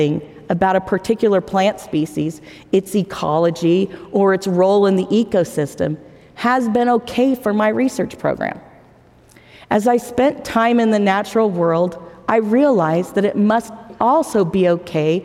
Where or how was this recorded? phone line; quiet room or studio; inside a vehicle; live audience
live audience